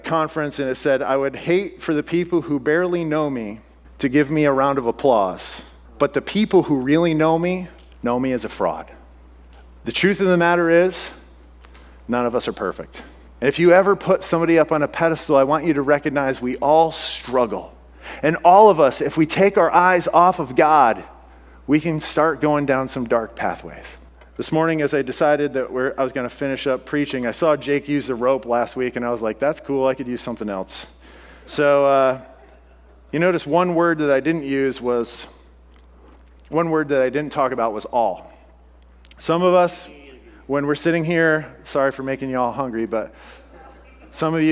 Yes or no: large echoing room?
yes